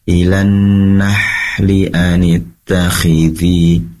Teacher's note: Ketika sampai membaca ilan nahli, pastikan ha ini keluar dari tenggorokan bagian tengah dan anginnya sofia lembut.